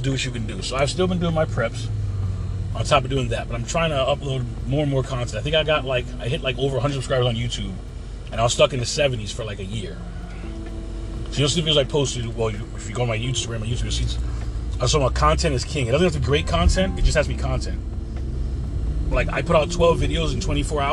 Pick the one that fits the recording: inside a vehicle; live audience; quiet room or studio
inside a vehicle